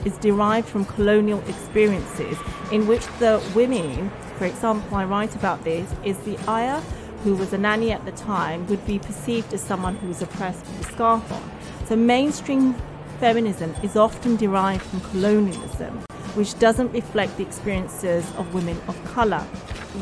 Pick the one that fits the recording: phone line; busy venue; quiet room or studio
busy venue